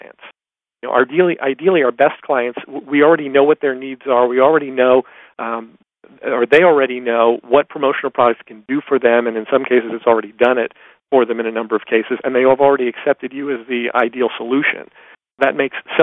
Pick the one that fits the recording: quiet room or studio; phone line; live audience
phone line